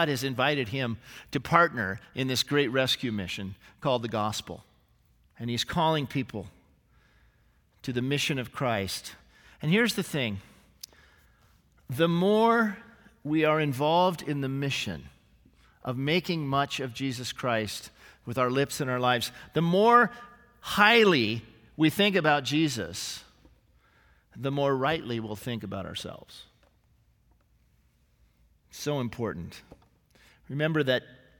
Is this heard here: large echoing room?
yes